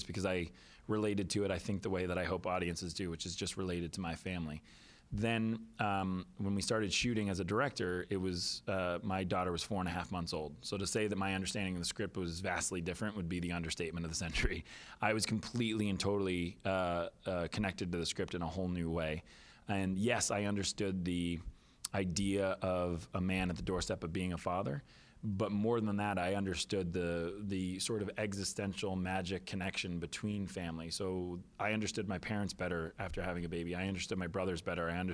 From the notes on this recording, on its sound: At The Hollars Press Conference.